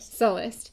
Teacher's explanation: Emphasis on the first syllable